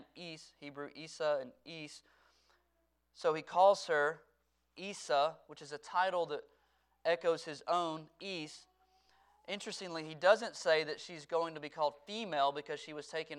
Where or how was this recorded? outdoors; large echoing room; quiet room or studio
large echoing room